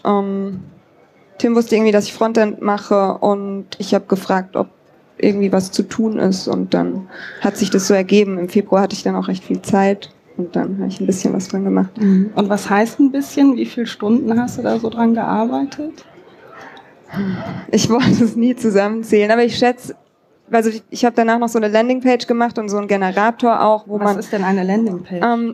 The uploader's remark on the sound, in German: 33c3-sendezentrum. Live vom 33C3.